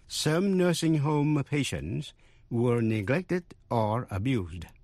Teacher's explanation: Vậy chữ abuse, động từ hay danh từ viết giống nhau, nhưng mà động từ abuse phát với âm z